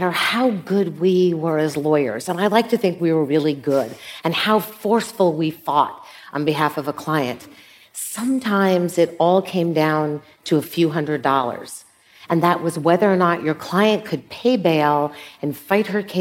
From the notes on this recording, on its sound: In this live conversation.